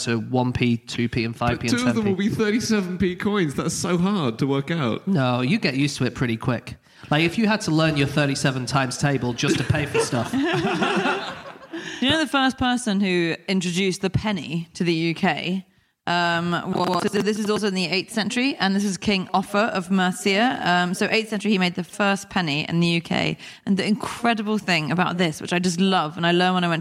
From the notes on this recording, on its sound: Live from Glasgow